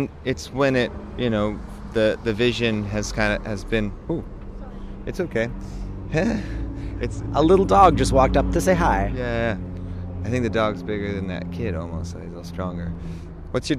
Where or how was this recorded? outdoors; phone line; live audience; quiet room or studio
outdoors